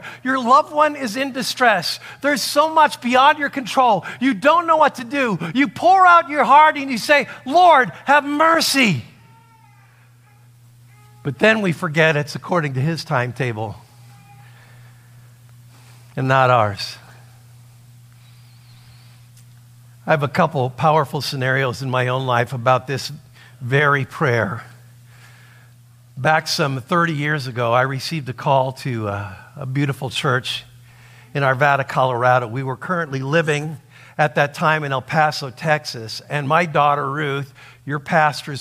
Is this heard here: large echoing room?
yes